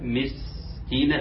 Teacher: بحافظ على السين الصفير بتاعها والزمن بتاعها والهمس بتاعها كل دي حاجات في السين فلازم نحافظ عليها، وبنى السبيل وبنى